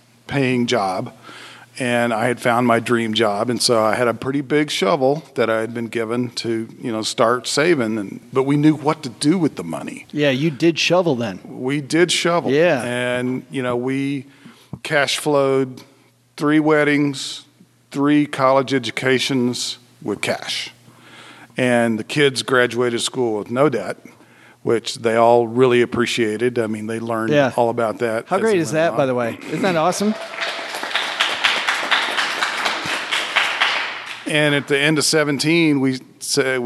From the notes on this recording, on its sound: We went campin'. Dug up some inspiring and amazing money stories from fellow campers. We are live today from Camp FI (financial independence).